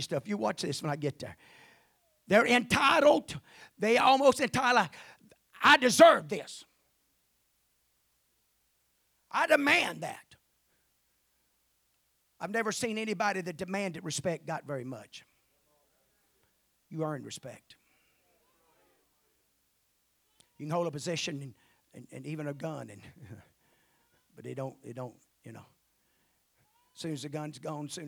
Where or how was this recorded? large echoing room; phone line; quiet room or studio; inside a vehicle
large echoing room